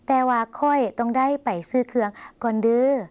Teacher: คำลงท้ายต้องลากยาวนะคะเพื่อแสดงการอ้อนวอนสักนิดค่ะ